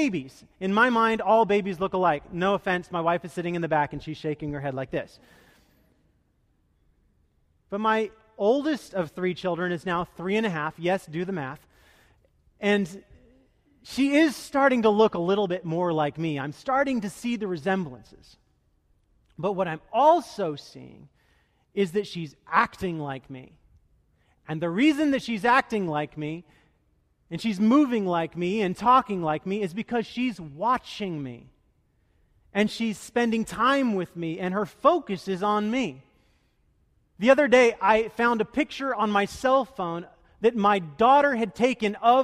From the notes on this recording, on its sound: Delivered duruing the Traditional Worship service.